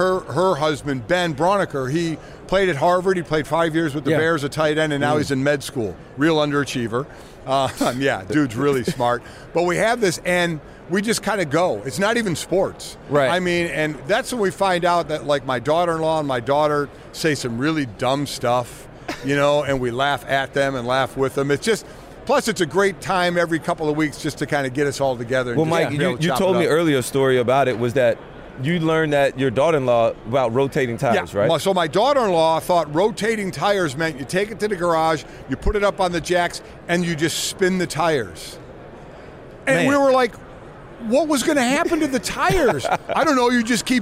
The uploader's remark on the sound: live from radio row for Super Bowl LVII